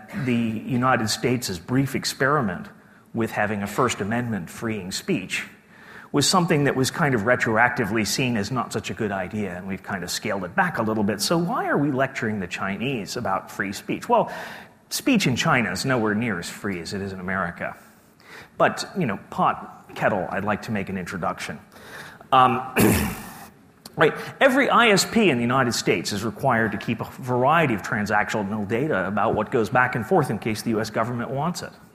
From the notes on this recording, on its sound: Keynote speech from day two of the conference.